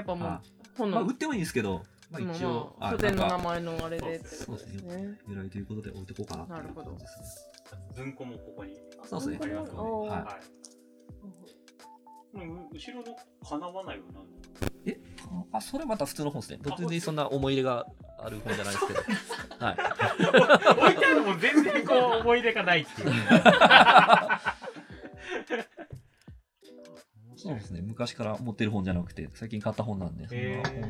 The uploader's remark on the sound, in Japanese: 引き続き、収録はポロポロ書店の店内で行なっています。相変わらずノイズ多めですが、悪しからず。